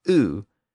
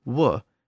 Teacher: the U is pronounced as a vowel, U, and not as a consonant W sound · Shown in: first take